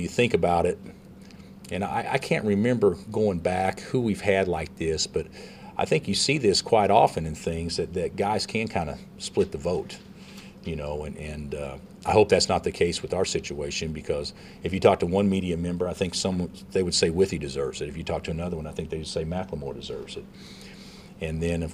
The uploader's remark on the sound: Press Conferences & Post-Game Interviews